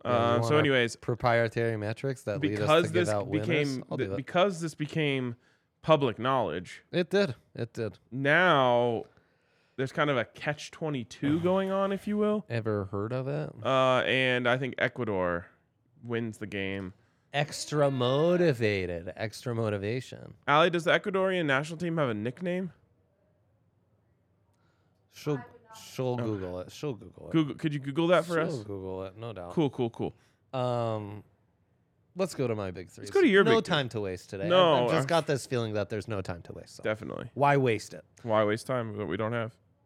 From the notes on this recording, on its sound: live from the DNVR Bar